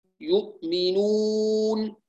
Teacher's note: كيفية تخليص الواو من الغنة بين النونين؟ هو الضم المحقق للشفتين، ضم كامل باستدارة مع اتجاه الصوت إلى الأمام